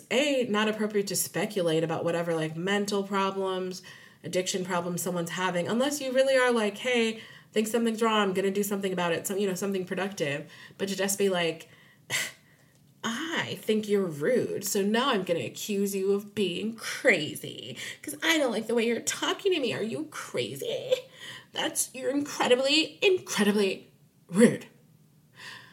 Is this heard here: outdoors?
no